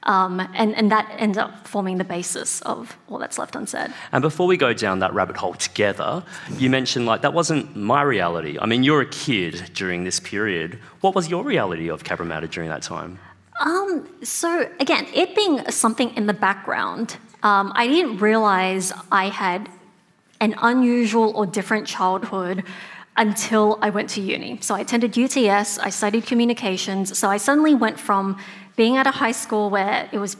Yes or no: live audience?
yes